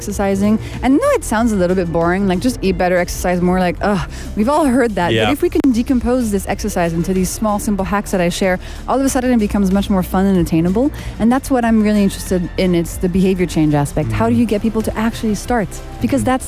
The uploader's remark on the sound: Live from SEF 2024